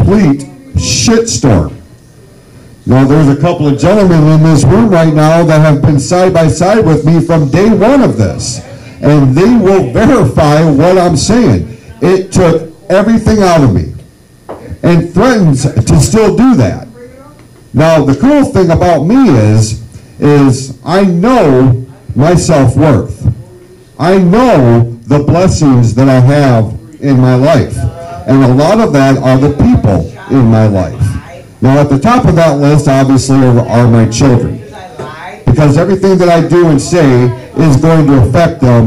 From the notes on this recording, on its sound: CTTH Live stage show, which took place on January 20 at the Backroads Bar & Grill in Holly, Michigan